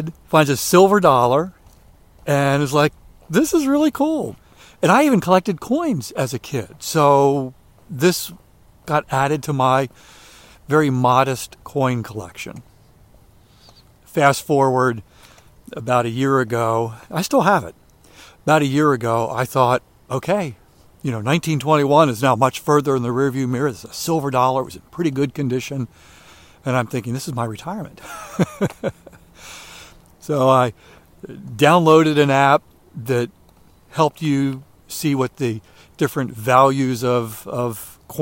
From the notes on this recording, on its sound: During today's ten-minute walk